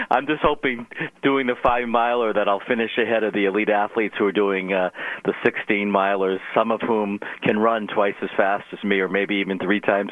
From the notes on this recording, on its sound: called